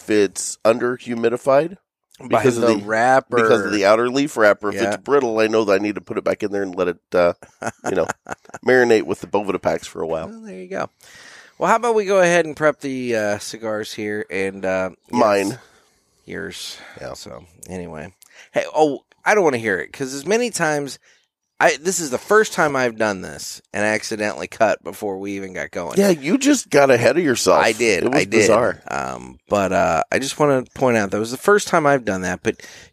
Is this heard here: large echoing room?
no